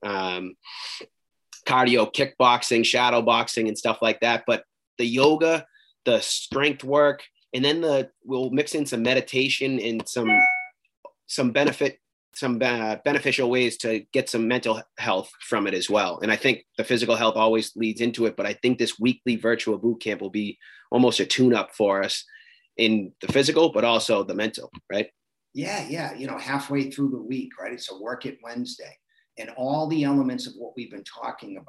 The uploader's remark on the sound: Virtual Bootcamp (zoom)